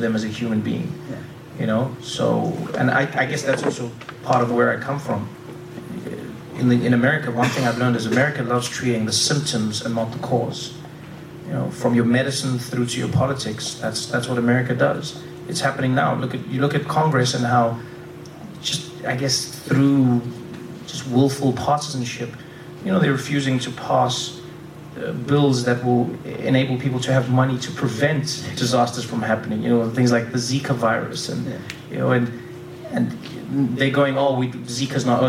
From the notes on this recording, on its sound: Recorded live at the 2016 Vulture Festival.